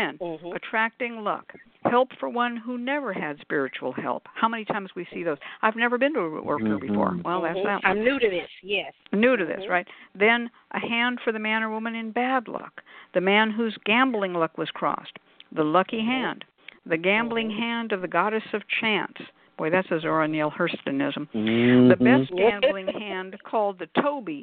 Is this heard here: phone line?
yes